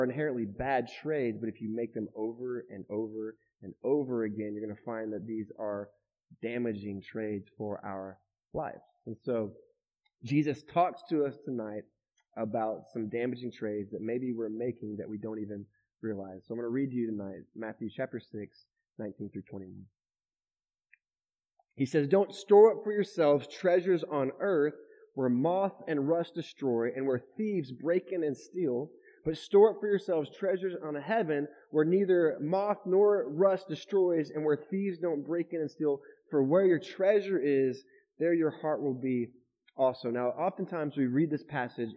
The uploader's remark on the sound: Shares his message at The River Church. This is the weekly audio podcast of The River Church in DFW.